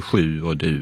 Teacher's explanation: Och så uppstår den nya långa vokalen U.